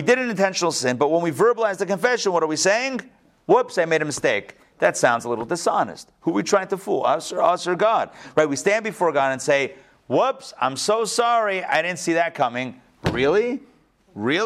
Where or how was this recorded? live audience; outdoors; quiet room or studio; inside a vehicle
live audience